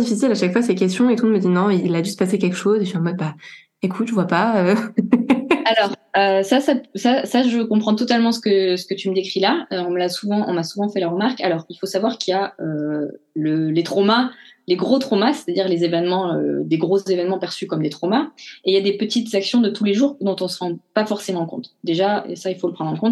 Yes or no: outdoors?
no